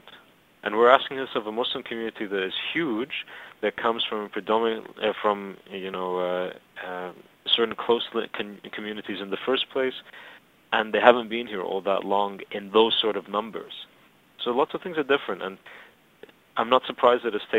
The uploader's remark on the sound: recorded down the phone from Cairo - you may need to turn up your volume a bit